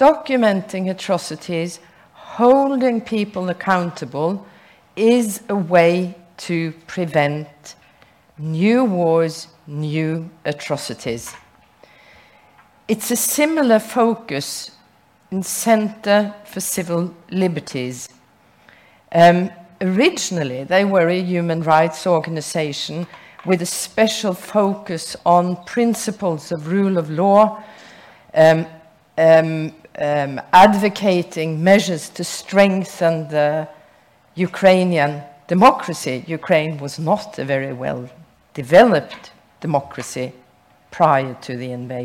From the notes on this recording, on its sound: Recorded at the Nobel Peace Center Saturday 8 October 2022.